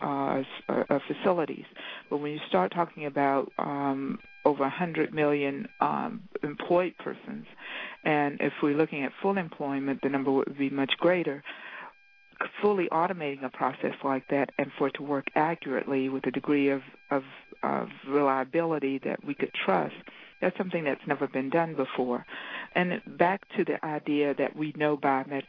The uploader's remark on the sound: Rights Working Group held a conference call with experts on e-verify and privacy.